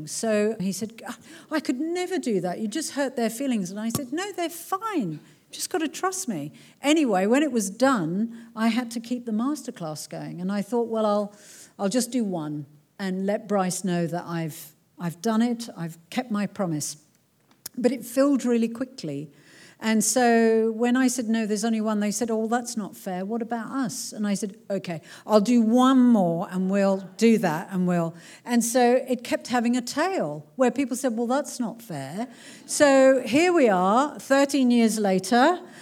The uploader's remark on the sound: This talk was recorded at the Marion Cultural Centre in front of a packed out crowd of people.